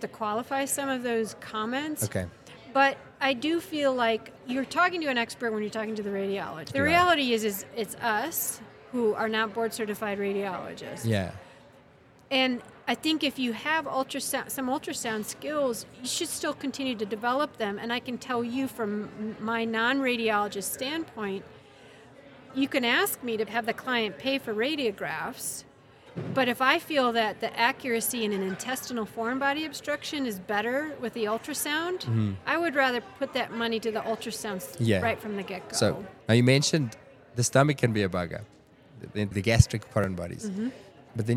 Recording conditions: busy venue